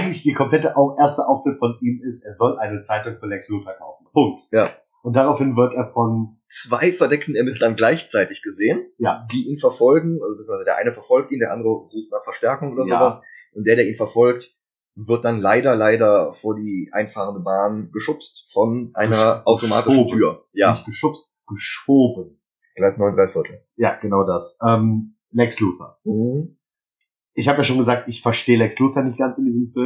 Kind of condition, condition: fault, poor sound quality